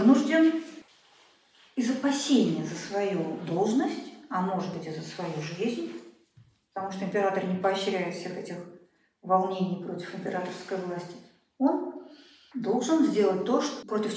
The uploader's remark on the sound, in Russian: Волгоград. Лекция прочитана в рамках фестиваля «Философия для жизни».